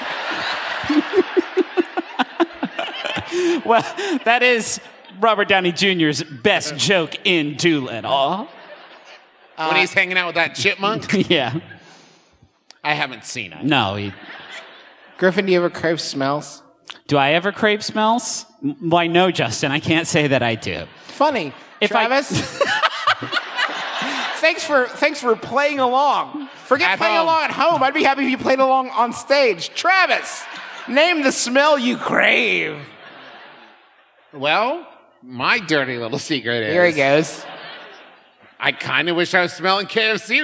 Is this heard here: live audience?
yes